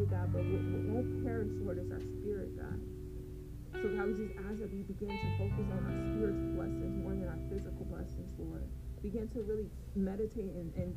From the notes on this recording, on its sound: please forgive me for the audio I was recording sitting cross cross applesauce with my phone on the ground